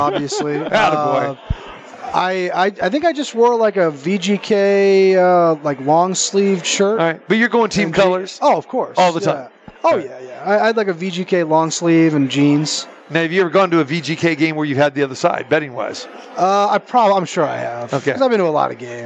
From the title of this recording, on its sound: Live From the Super Book at the Westgate Las Vegas